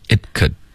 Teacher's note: Being when it could happen to anyone.OK， it 的这个 t 爆破呢省略，我们不要爆出来，只要舌尖顶上颚而已